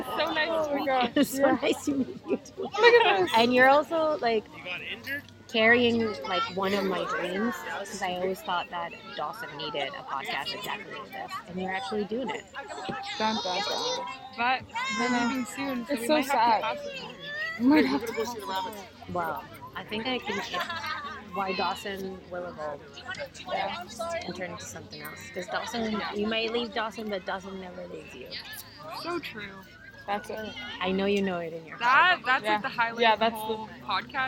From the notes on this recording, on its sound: Recorded during the Riverside Arts Festival hosted by KIAC.